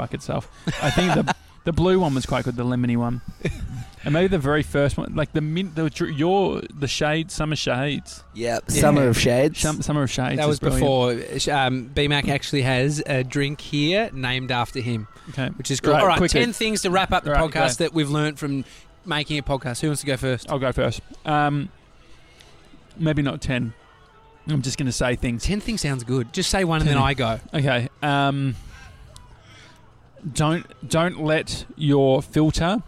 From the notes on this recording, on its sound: We drive 2 hours to Shepparton. LIVE from a bar in Shepparton.